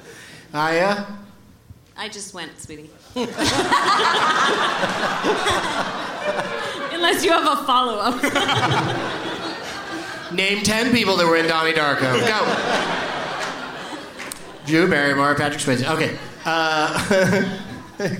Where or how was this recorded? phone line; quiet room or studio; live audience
live audience